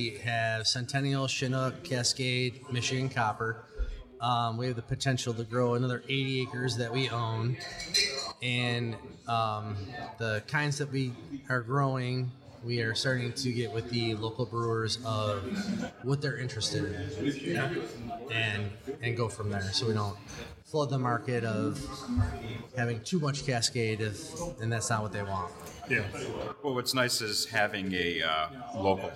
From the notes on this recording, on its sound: We head out to West Shore Brewing